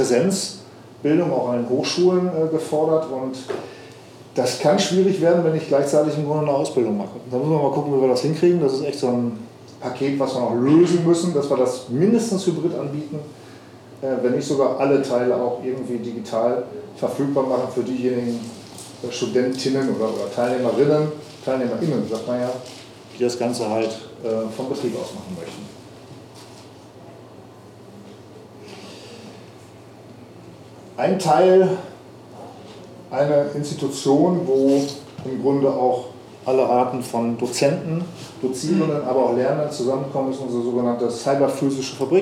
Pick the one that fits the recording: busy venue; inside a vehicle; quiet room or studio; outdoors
busy venue